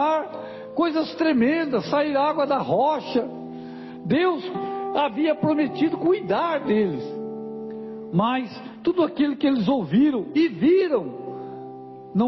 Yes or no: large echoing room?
yes